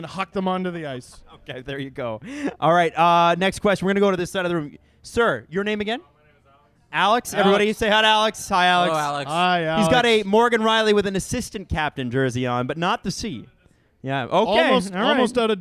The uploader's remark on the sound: Live from Old Flame Brewery in Port Perry! Have a Q&A with the audience.